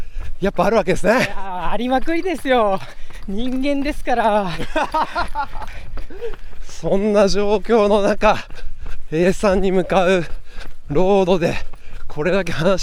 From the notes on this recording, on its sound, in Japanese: 鈴鹿山脈を進むトップ選手の実走インタビュー。A1安楽峠の様子。